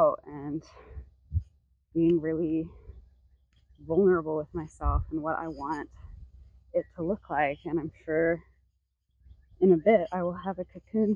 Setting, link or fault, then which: setting, outdoors